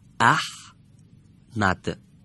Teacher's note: چون های احمد دارای سکون هست حتما باید با الف قبلش یا همزه قبلش که دارای فتحه کوتاه خونده بشه